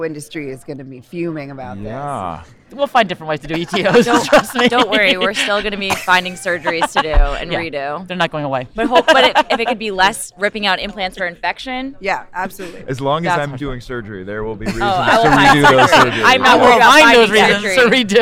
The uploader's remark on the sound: Recorded at the 2021 AAHKS Annual Meeting in Dallas, Texas